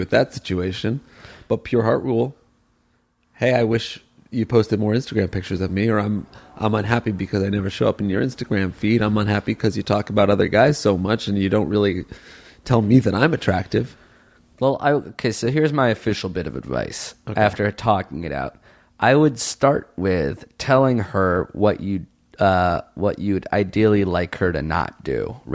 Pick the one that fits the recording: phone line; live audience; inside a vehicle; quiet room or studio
quiet room or studio